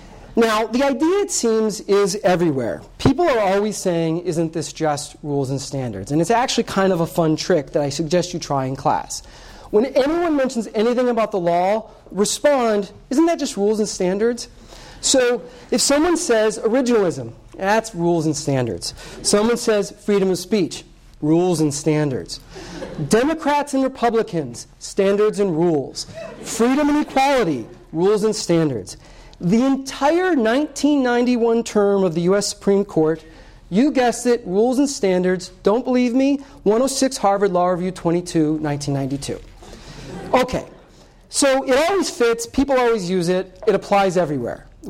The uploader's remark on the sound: This Coase Lecture was presented on February 21, 2017.